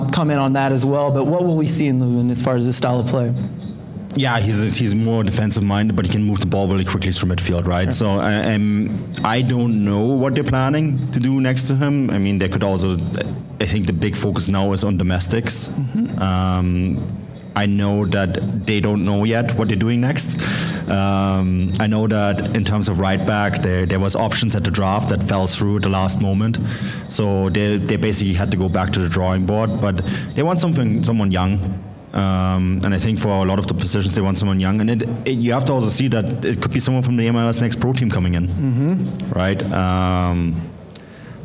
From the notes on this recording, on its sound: The live audio from the pre-match event.